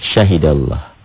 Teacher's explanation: Lafadz Allah dibaca tebal bunyi O karena sebelumnya berbaris di atas. Atau doma. Syahidallah.